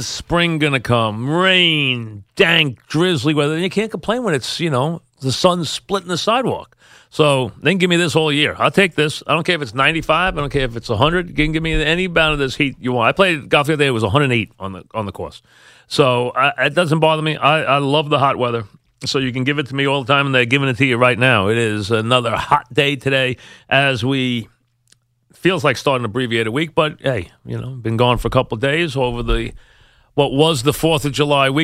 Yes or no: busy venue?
no